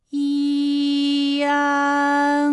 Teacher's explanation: 舌尖迅速移到上齿龈，最后抵住上齿龈，做出发鼻音呢的状态